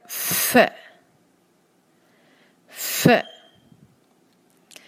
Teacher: ادا کرتے وقت سانس کی آواز شامل کریں اور کس طرح سے جیسے ہم پھونک مارتے ہیں